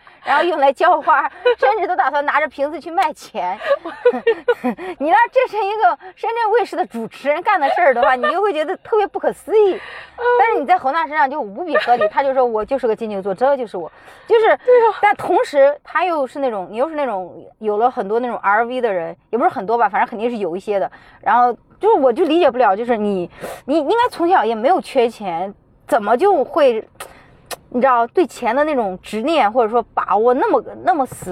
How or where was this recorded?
inside a vehicle